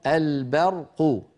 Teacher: فلا بد من ترقيق الباء وتفخيم الراء